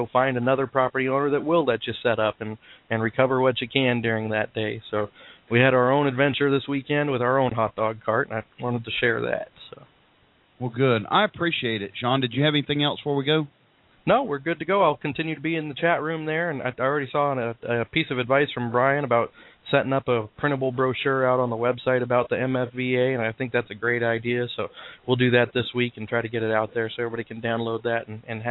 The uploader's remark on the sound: We will be taking live callers questions and comments. Call in during the live Hot Dog Vendor Radio show with your questions or comments.